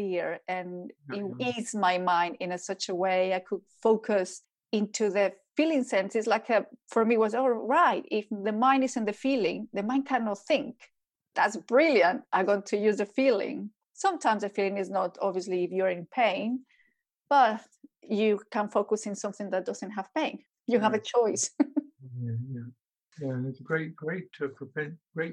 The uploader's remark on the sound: The interview took place over Zoom between the 2nd and 3rd lockdown in the UK. Voice is not great for some reason, however we have done our best to maximize playback quality.